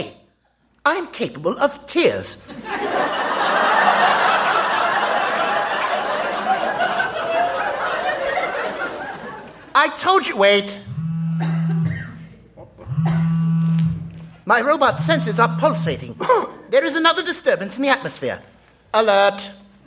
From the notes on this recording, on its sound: Recorded Live 3/3/2012 at Largo, Los Angeles.